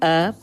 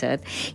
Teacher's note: La majoria pronuncia amb la E neutra, o sigui, E, per referir-nos a la necessitat de beure, tenir set.